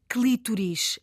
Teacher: a palavra esdrúxula clítoris, sendo esdrúxula o O fecha